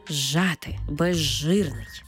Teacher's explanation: У словах зжати та безжирний, де з свистячий, ж шиплячий, разом ми їх читаємо як ж. Тобто з перетворюється на ж і маємо цей подовжений звук ж.